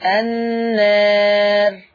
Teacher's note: وانت بتقلل النار الراء مرققة